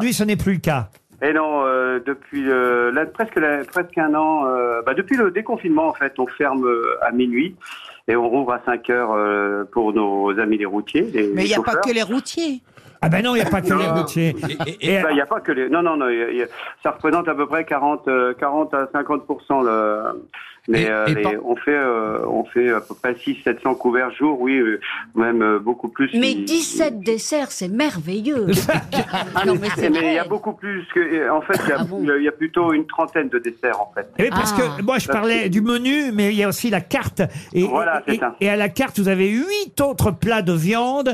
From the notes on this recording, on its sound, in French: au téléphone des Grosses Têtes ce 3 novembre.